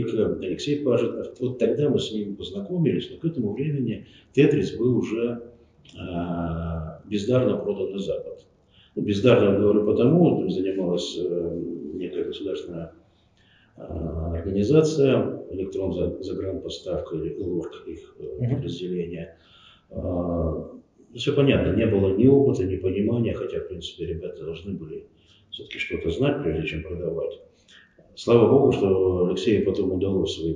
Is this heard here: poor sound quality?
yes